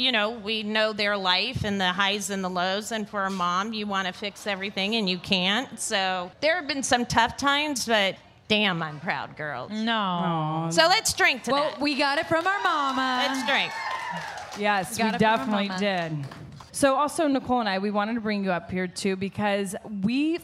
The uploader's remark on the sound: It was the first live Bellas Podcast of 2022